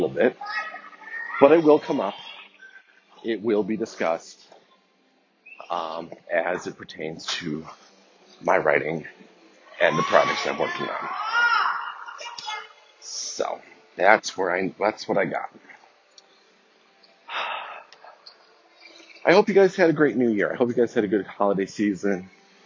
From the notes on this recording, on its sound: the walk and talk